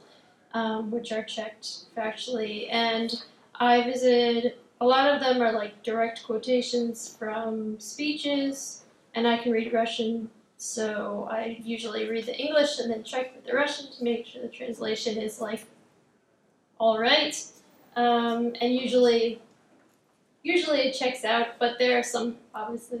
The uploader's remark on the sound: This lecture was presented on August 3, 2017. At the Institute of World Politics.